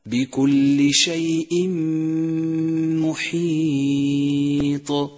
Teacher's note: أدغم التنوين بحرف الميم وشدد حرف الميم وكان زمن الغنة حركتين وصار النطق هكذا بكل شيء محيط. · Term: إدغام